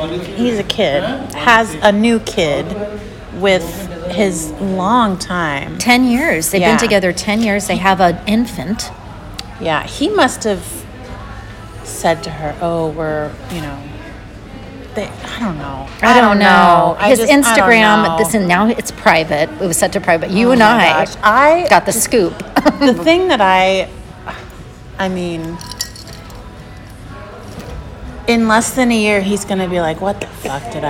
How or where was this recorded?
busy venue